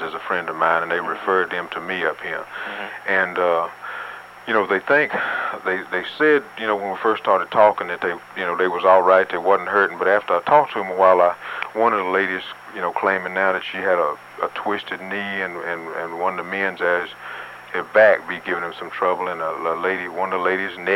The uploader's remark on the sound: Prank Phone Calls